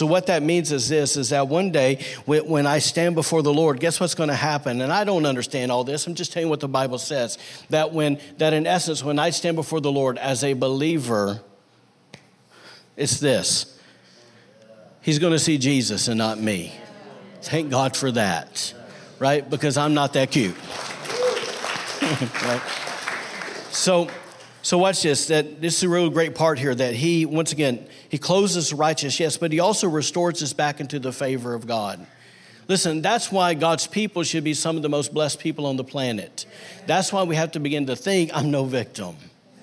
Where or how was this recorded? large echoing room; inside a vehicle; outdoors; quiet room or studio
large echoing room